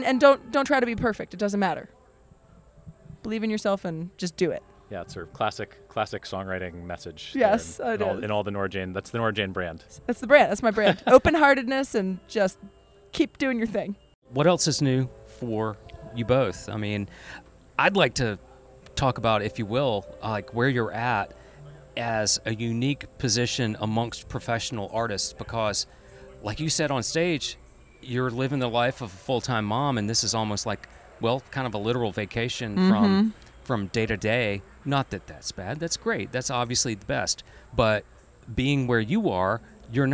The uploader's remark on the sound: Recorded in October 2023 at the Albino Skunk Music Festival in Greer, SC, this episode also features music from their set.